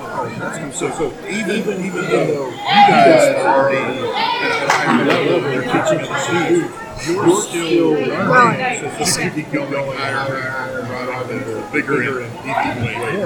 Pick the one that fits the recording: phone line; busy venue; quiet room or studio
busy venue